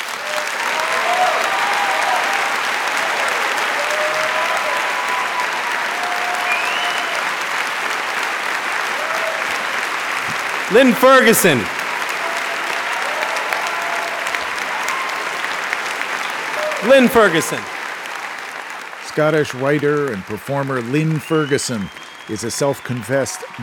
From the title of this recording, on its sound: Live at Town Hall, New York